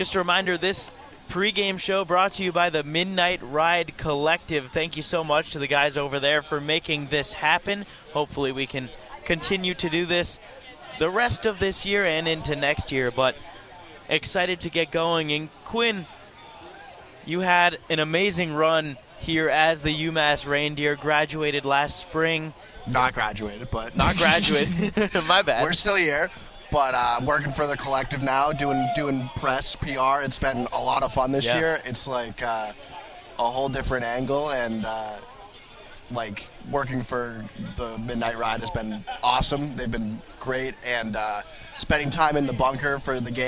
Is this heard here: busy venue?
yes